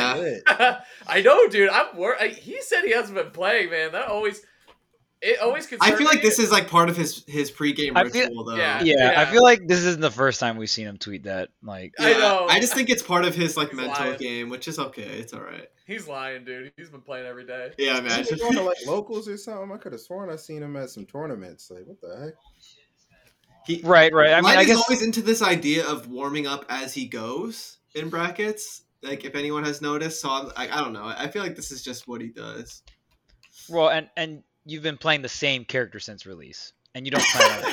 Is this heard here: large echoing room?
no